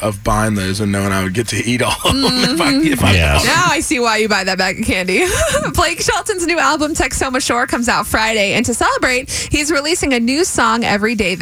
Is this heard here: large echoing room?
no